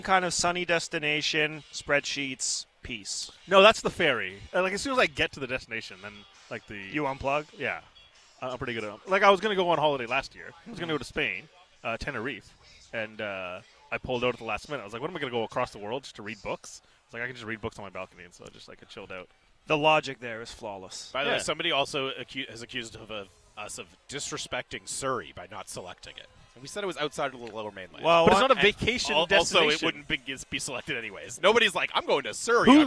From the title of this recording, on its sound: Live From Nat Bailey Stadium